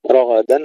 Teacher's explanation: الراء والغين مفخمان والدال مرققة